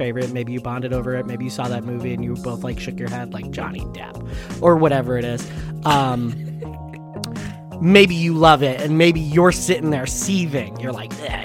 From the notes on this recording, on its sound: Sometimes, it’s just kinda hard to talk in the car.